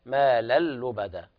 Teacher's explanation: في قوله تعالى ما لللبدا، هنا يجب إضغام التنوين، نون التنوين في اللام، يعني نون لا تظهر